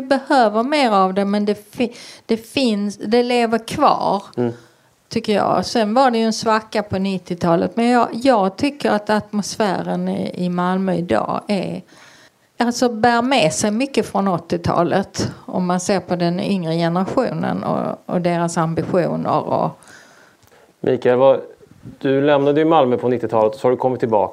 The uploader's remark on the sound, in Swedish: Livepodden är ett samarbete mellan Staden podcast och Arkitema och spelades in den 18 april inför publik i Malmö.